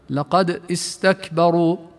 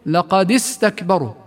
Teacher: من الأخطاء الشائعة لدى كثير من الناس أنهم ينطقون همزة الوصل بهمزة قطع في بعض أو كثير من الكلمات، فيقولون مثلا لقد استكبروا فيقطعون الهمزة إيه، مع أن قراءتها يجب أن تكون همزة وصل دون قطع، فتصبح الهمزة وكأنها غير موجودة فلا تنطق أبدا في حالة الوصل · Shown in: second take · وذلك بسبب التقاء الساكنين، فنقول لقد استكبروا.